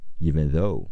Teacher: 咬舌音，又出气又出声